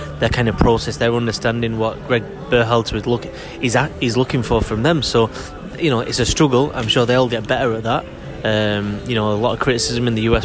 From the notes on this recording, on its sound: Live from Newark Airport